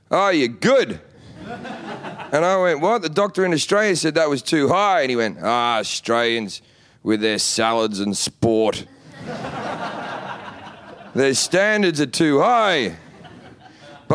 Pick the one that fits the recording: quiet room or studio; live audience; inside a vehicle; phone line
live audience